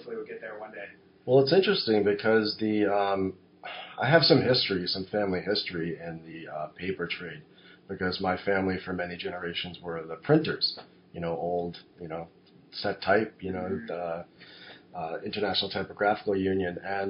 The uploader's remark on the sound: Folks, it finally happened: we royally fucked up the sound. Sorry again about the sound.